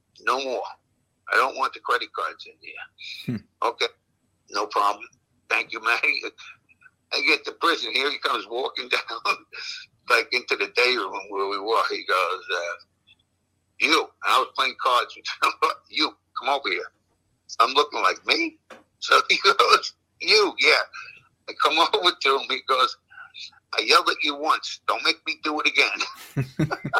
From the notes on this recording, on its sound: On the phone during this interview due to not waiting for his face to be seen.